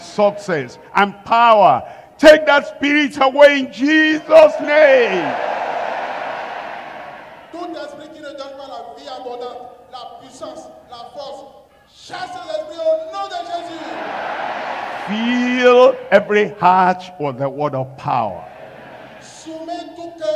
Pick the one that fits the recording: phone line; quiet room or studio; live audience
live audience